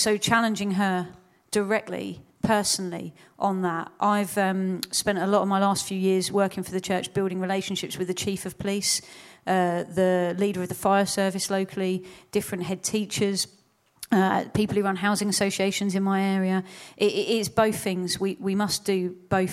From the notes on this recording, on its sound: Proximity 2019 Seminar. Recorded at Proximity 2019.